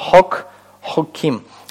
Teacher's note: холем меняется на кибуц